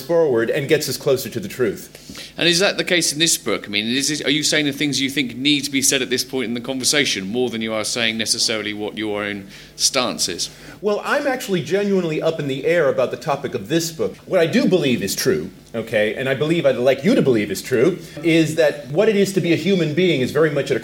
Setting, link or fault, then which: setting, busy venue